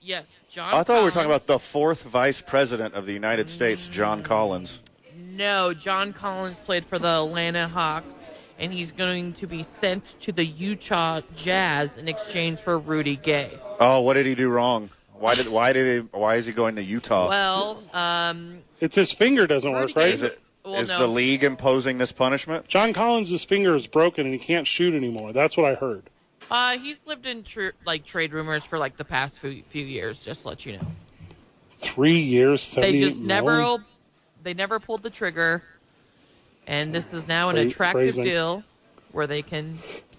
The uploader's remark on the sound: live from the YMCA